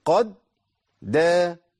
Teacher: اسمعوا كده، قد دخلوا كده دخلت المخرج وسبته، لكن اللسان لازم يرتفع مرة واحدة بس. قد دا، ووجود خروجي من المخرج بدال متحركة ده بيخليه مش محتاج نعمل قلقلة. خلاص، يبقى القلقلة في حالة واحدة بس، في حالة لما يكون عندي الحرف منفصل، لكن إذا أضغم مش محتاج للقلقلة لأن أنا بالفعل بمكن المخرج مرة واحدة بس.